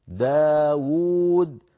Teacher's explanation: صغير واو ثانية ليبينوا للقارئ بأن هذه الكلمة تقرأ بواوين، داود الواو الأولى مضمومة والواو الثانية ساكنة مدية على وزن فاعول داود، فلا بد من نطق كلا الواوين ولو